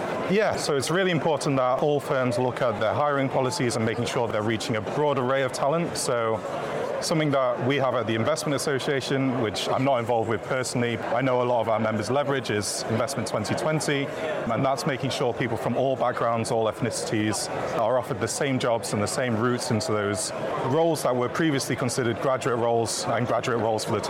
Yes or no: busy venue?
yes